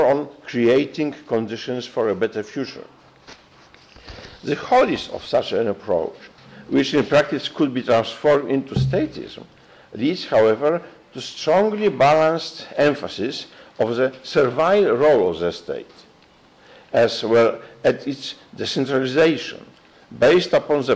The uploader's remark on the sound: gave a talk to Christendom students and faculty